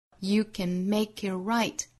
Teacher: 中间的 can 和后面的 it 这两个词是做弱读的是虚词做弱读